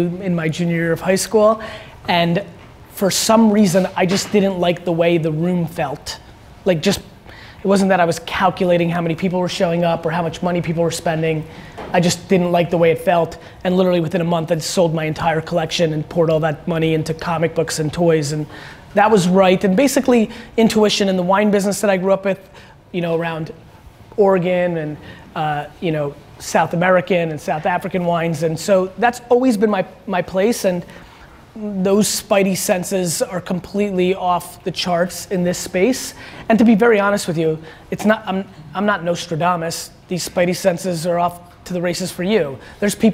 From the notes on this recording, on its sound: A Keynote and Q&A. They keynote in Seattle exemplifies exactly why I'm so forward towards the world of audio and the direction that it's headed in. I loved answering questions for this Techstars group.